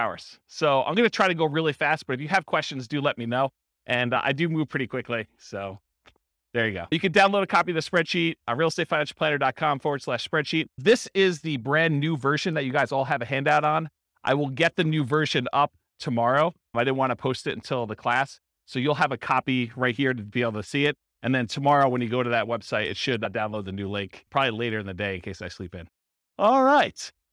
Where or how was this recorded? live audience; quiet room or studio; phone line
live audience